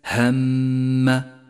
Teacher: أولاً لاحظ الميم المشددة في كلمة هم، ميم مشددة تحتاج إلى غنة زمنها حركتان